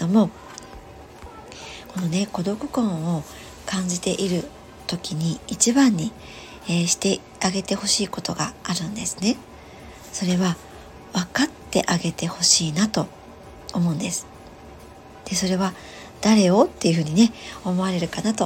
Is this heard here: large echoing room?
no